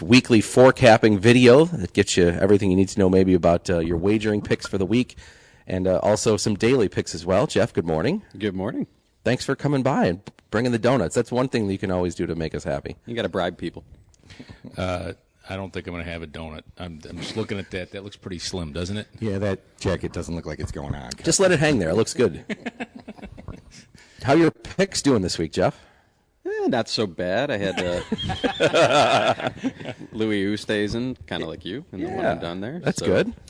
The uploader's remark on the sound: Live from Lancaster Country Club.